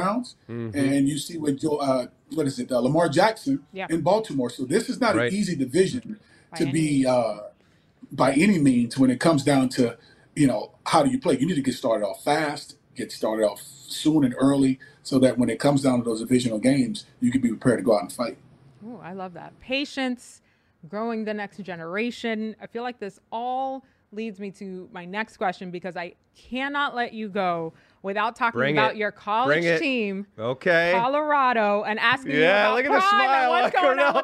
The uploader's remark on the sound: Steelers Watch Party in Mexico City. Live from the podcast lounge!